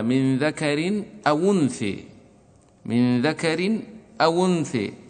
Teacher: ذكر أو أنثى عند ورش، لكن حمزة لا، حمزة ينقل حركة الهمزة في آخر كلمة، لأن الوقف على آخر كلمة · Term: النقل